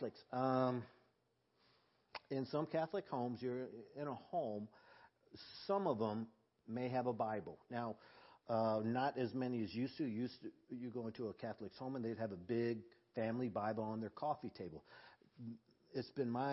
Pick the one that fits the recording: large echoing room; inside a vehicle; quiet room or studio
large echoing room